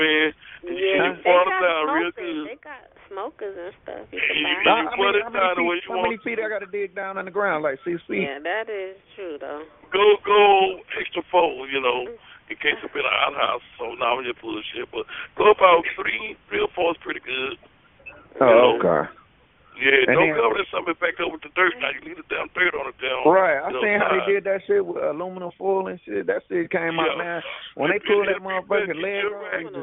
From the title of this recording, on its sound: Conference Call